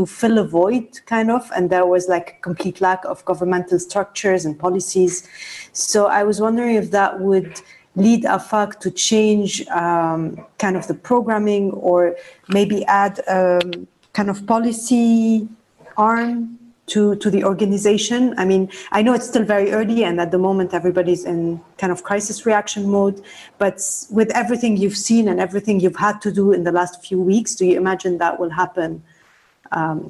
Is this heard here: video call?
yes